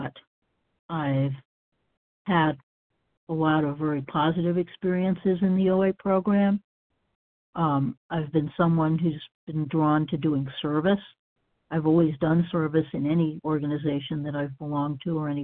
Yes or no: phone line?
yes